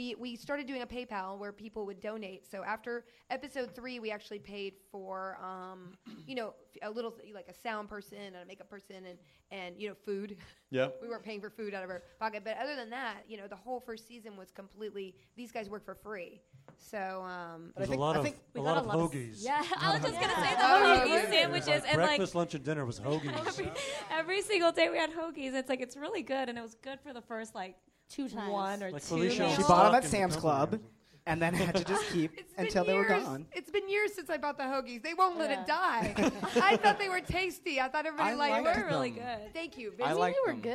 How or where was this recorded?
live audience